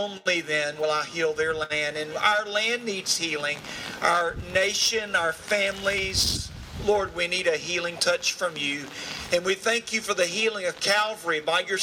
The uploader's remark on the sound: Follow The Son Radio proudly presents the live broadcast of this year's "Prayer on the Square" in celebration of the annual National Day of Prayer events.